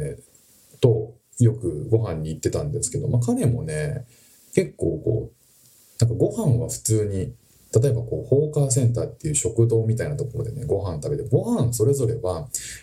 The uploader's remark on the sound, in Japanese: いつもの収録マイクがOFFになってて、とても聞きづらい音声になってしまいました